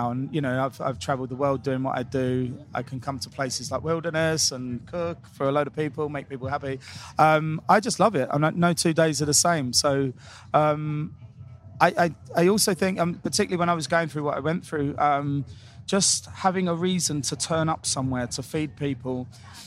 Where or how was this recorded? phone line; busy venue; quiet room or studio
busy venue